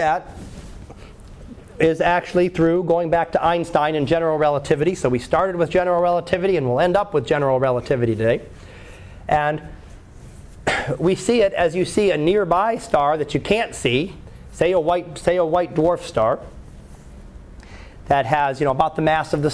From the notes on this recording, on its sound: Live Class Lecture.